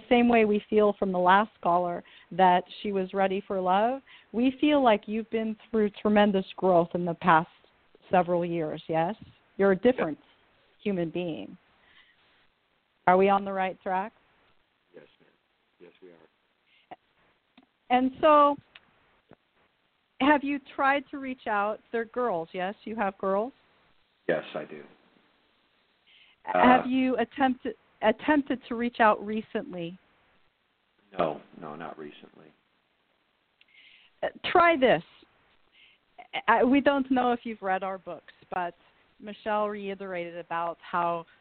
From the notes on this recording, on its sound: allow listeners to call in with questions